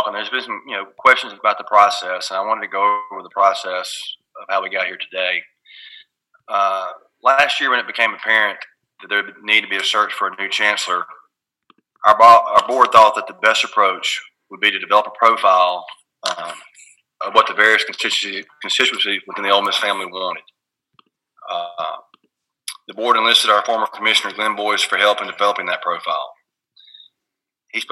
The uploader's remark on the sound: met the media on a conference call.